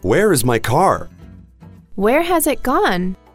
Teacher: So you can notice that on car and gone, we kind of went up.